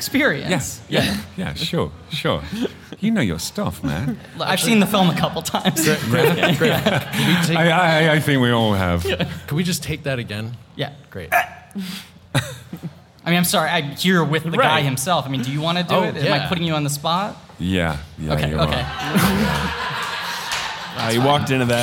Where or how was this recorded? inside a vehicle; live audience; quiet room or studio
live audience